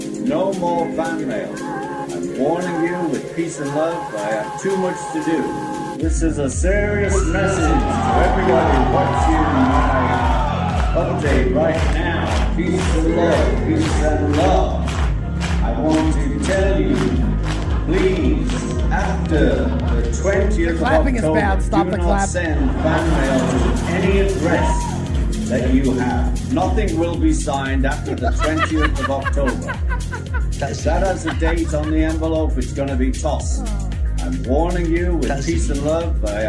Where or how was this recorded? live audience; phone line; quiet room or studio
live audience